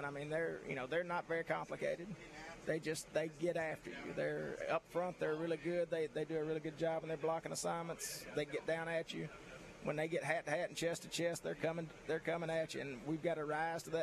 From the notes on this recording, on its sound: LIVE at Faith Academy!